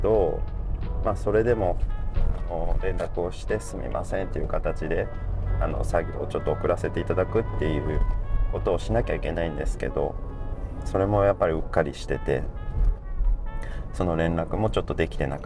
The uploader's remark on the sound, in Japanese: 今回は気分を変えて外で収録をしています。